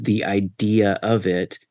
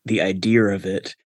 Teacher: you get R's inserted into places that other dialects of English don't have · Shown in: second take · Term: intrusive R